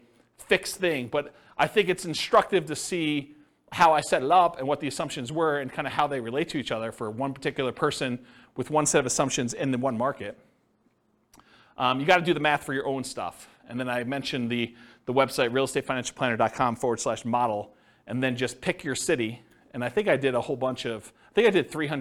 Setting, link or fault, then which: setting, live audience